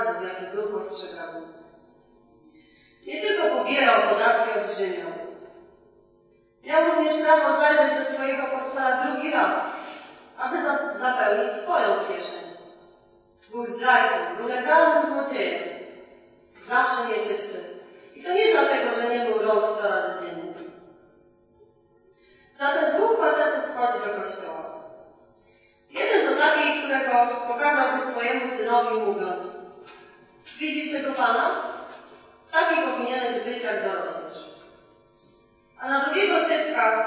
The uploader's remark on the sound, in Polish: Przepraszamy za słabą jakość nagrania. Kazanie najlepiej wysłuchać na słuchawkach.